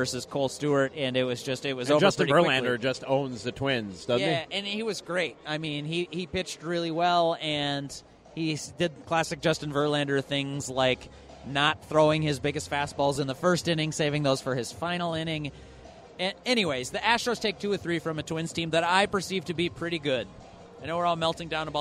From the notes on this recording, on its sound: La Tortuga Night at Target Field. This show is a review of the experience recorded at the venue.